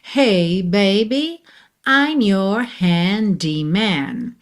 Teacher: é comum esse R ficar bem suavizado